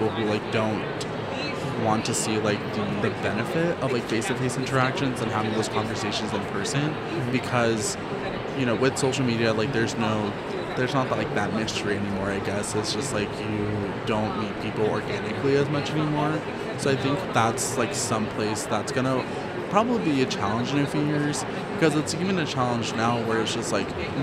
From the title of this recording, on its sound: Live from #IMEXAmerica